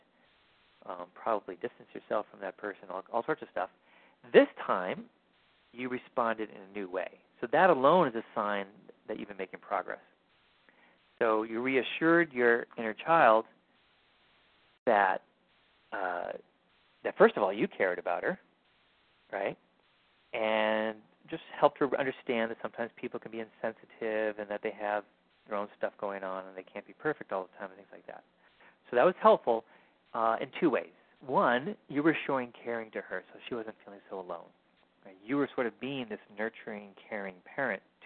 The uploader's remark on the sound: Finding Love Live Q&A Calls.